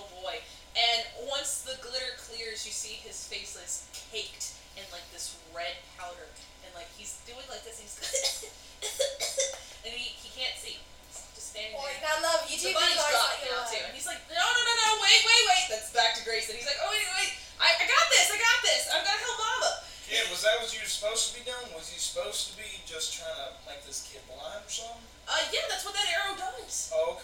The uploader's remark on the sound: I apologize for the audio quality of this first episode. Because that section of audio for me got corrupted.